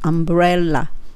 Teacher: 唇は中に入ってその次の「ぶ」っていうのもそのまま同じ唇で中に入ってるのそのまま「アンブレラ」で R の音をしっかり聞かした後に L の音が来るのでそこをきちんと区別することで綺麗な発音できます。umbrella ですね。I should have